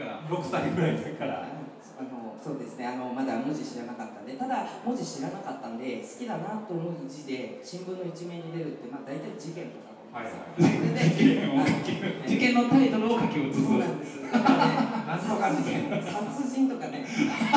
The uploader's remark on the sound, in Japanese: 2018年春に開催された、文具と紙と暮らし市での、ホジラジ公開収録の模様をお届けします。